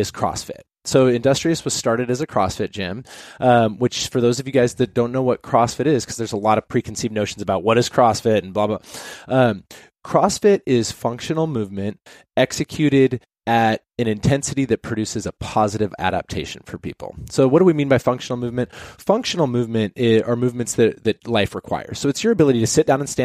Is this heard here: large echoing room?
no